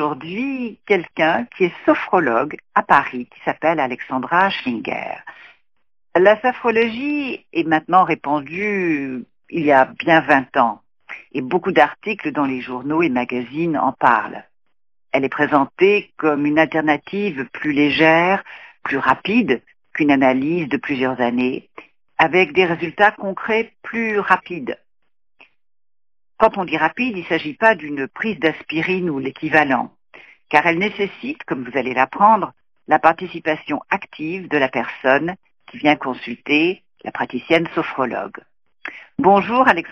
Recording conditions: phone line